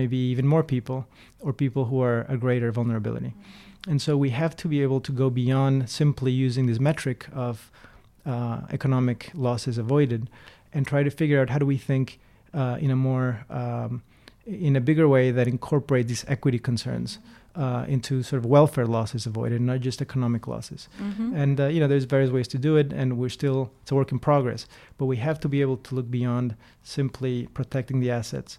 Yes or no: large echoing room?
no